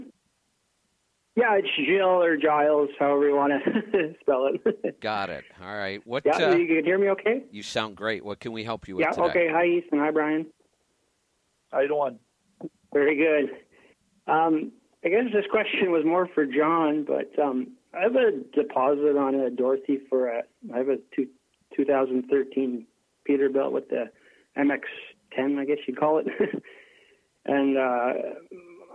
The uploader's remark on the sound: Call in Question and Answer Show